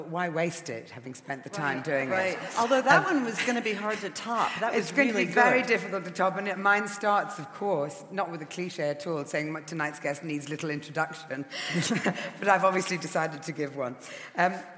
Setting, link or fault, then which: setting, live audience